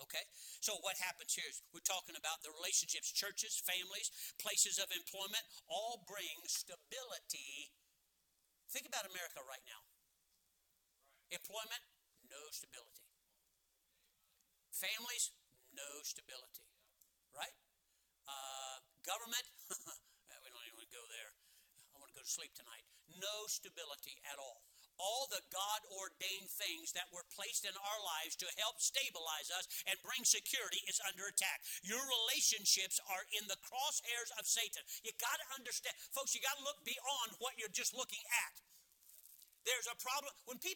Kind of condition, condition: setting, large echoing room